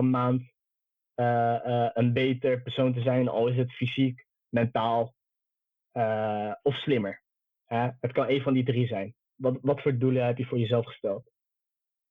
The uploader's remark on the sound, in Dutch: Omdat wij de richtlijnen van het RIVM volgen hebben er geen face-to-face ontmoetingen plaatsgevonden. Alle opnames zijn online op afstand gedaan. Hierdoor kan het zijn dat u de kwaliteit van de opnames niet van ons gewend bent.